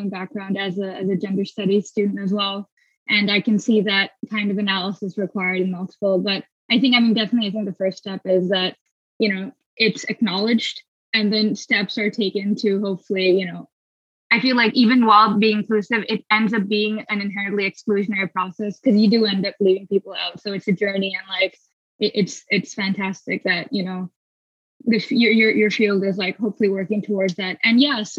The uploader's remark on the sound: Please excuse the iffy audio quality—Zoom can be uncooperative, especially to burgeoning podcasters!